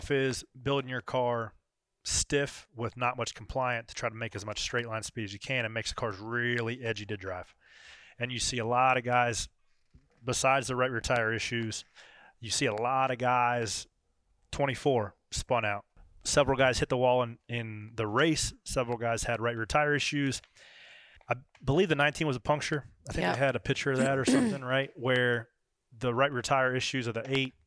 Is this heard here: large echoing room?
no